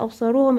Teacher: زي لو الألف في كلمة أبصارهم، أدي ألف جاية ثابتة، تقفي على أبصارهم، توصلي أبصارهم، الألف جاية لك ثابتة حركتين · Term: حرف المد